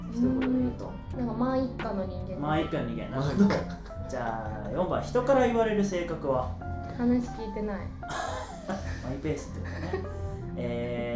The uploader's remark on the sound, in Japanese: 今回カラオケで録音したので歌声が漏れてきた隣の部屋の歌声が聞こえますが、気にしないでくださいね。